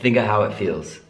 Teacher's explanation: For example, if I want to say think of how it feels, I could just say think of how it feels. Think uh without saying the F part of of.